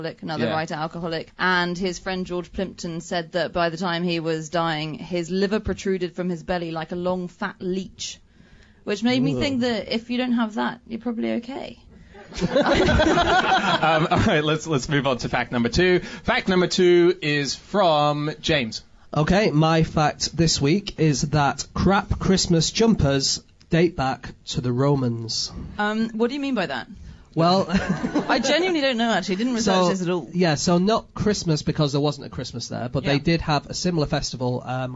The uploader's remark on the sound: Recorded live at Tufnell Park.